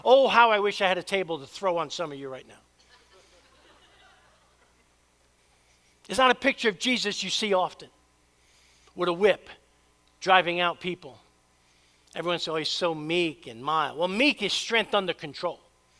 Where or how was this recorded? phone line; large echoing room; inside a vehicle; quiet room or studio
large echoing room